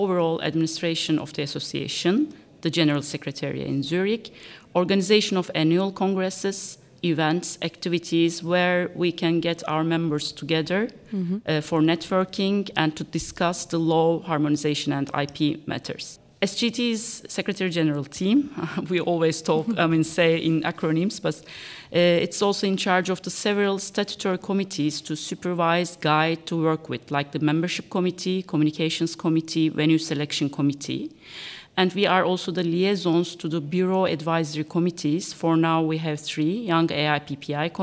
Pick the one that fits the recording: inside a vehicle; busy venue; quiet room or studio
busy venue